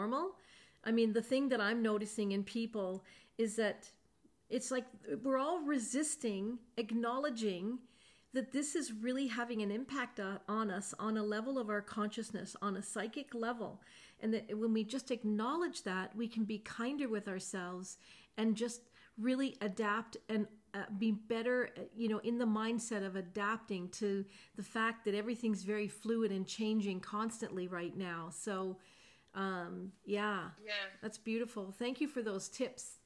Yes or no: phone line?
no